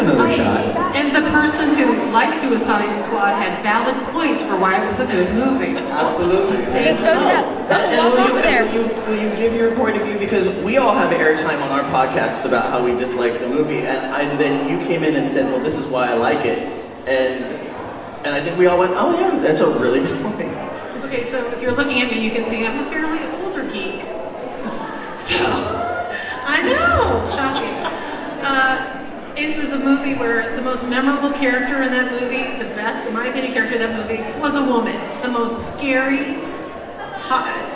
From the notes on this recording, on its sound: NerdCon Geek Positivity Panel. It is a convention, so there’s a lot of background noise because the room we were in was surrounded by vendors and by the time the second panel was on, there were a lot more people in the room, but if you can get past the din of the crowd.